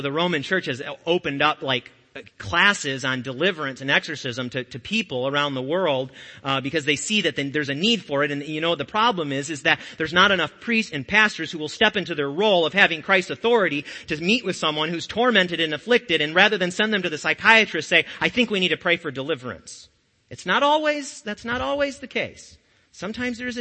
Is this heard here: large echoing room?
yes